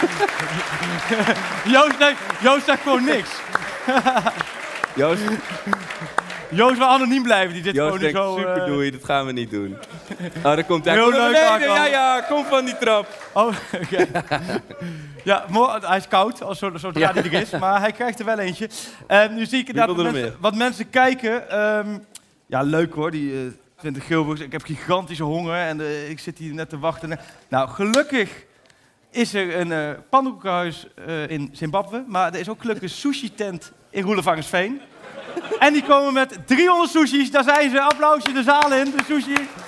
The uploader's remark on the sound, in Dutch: THEATERSHOW. Naar de Melkweg in Amsterdam voor de opname van de vijfde aflevering van seizoen twee. Gelukkig kwam er ook publiek en een aantal leuke gasten.